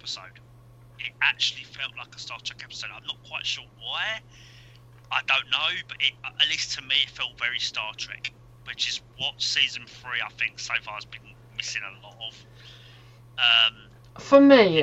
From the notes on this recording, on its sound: Please note that the episode unfortunately suffers from minor technical difficulties throughout.